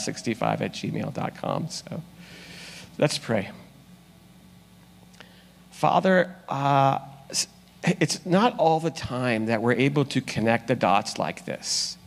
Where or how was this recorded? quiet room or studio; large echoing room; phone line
large echoing room